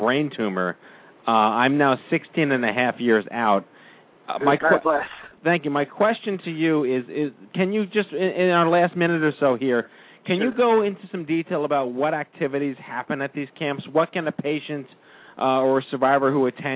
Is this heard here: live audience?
no